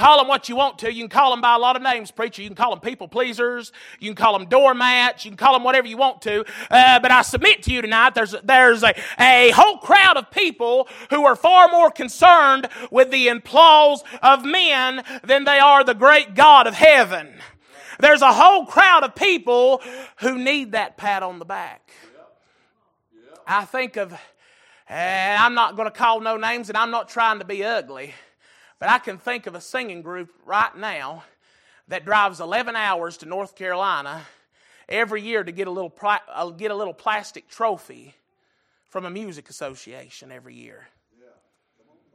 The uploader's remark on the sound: Sunday Evening Service.